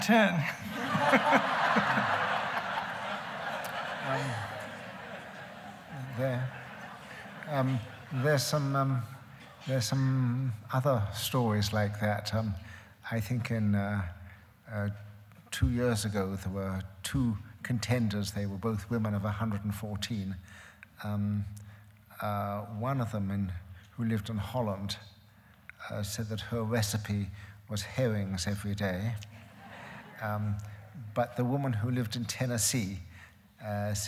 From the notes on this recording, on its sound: It was recorded on February 10, 2011 in front of a live audience at New York's 92nd Street Y.